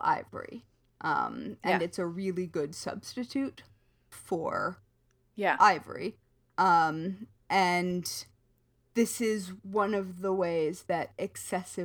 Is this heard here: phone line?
no